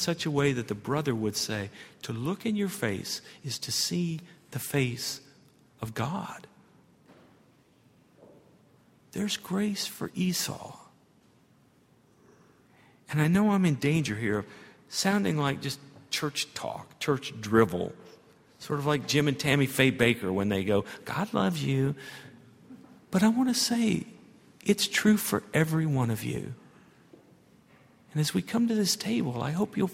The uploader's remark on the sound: At Highland Baptist Church.